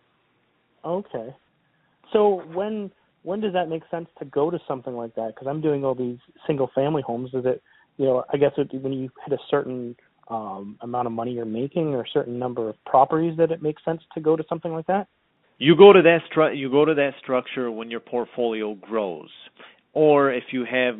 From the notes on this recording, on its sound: have a phone call where we answer listener questions.